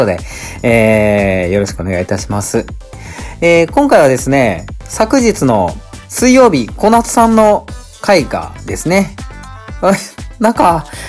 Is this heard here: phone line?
no